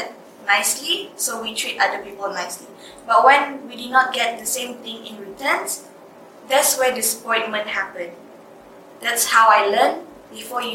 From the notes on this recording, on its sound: With future teachers of Institut Pendidikan Guru Kampus Tun Abdul Raza (IPGKTAR) in Kuching, Malaysia Borneo. We had just finished a workshop on making for wellbeing and wellbeing for making. This episode is recorded on one microphone, so there are a few little moments of quiet.